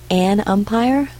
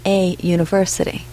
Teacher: They both start with the vowel U, but umpire is the only one that starts with a vowel sound. Universe is pronounced as though it begins with the consonant Y, just like the words you and your and yourself. · Shown in: second take